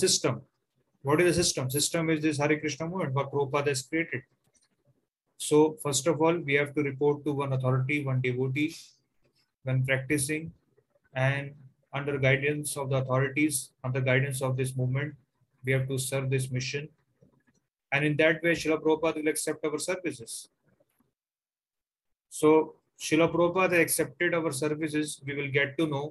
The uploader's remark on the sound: Zoom recorded class